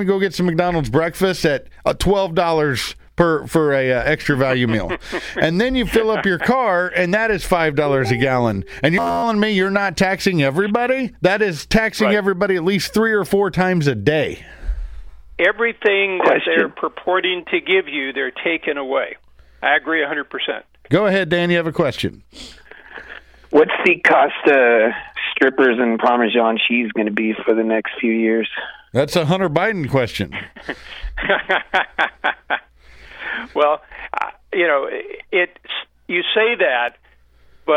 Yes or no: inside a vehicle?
no